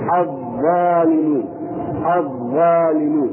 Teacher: طرف اللسان مع أطراف الثنايا العليا. طرف اللسان مع أطراف الثنايا العليا، وهذا تخرج منه الحروف اللفوية وهي الظاء والزال والتاء.